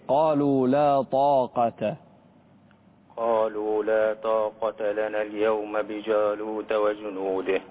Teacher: هذه أعلى مراتب التفخيم. طا يعني حرف مفخم وبعده ألف